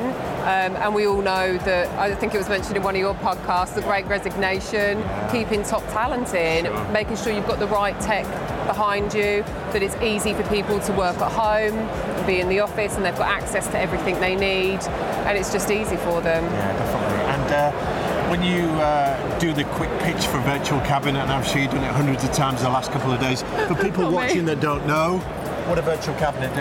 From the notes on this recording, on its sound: Live from Europe's Biggest Event 'Accountex'. A series of live interviews from Accountex 2022 in London recently. Enjoy the live buzz of the event!